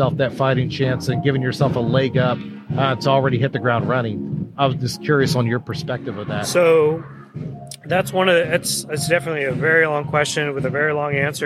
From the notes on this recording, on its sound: Day one Live at the MD EXPO.